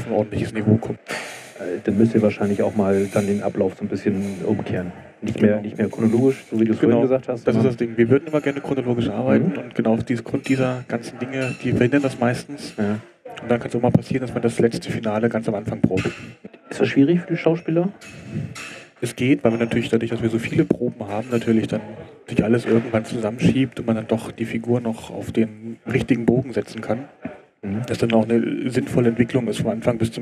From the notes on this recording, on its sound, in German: Aufgenommen haben wir im "Platz 1", weshalb es zwischendurch auch etwas laut wird.